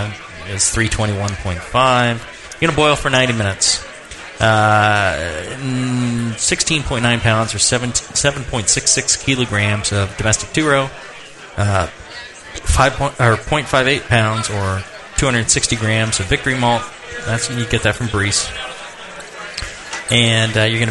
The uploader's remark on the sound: Live from the 2012 National Homebrewers Conference in Seattle, WA. In front of the live audience.